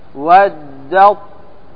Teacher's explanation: فتظهر الطاء مشددة مع الإطباق مع الاستعلاء · Term: تضغم التاء في الطاء